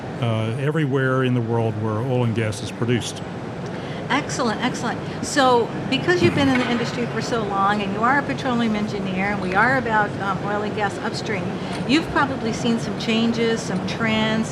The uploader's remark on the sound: at Offshore Technology Conference 2023